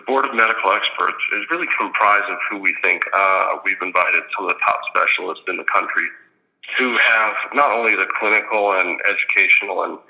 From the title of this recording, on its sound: Conference Call